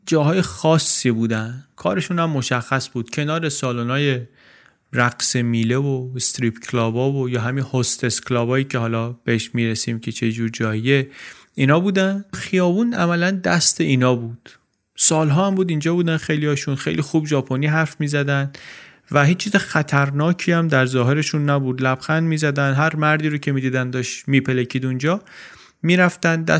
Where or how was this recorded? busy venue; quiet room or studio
quiet room or studio